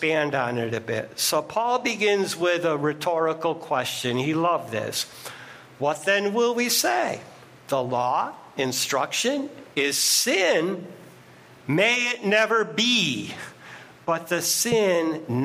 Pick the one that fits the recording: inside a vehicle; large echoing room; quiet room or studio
large echoing room